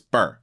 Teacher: It's actually two characters. Yeah. Bei, R, but we say it as ber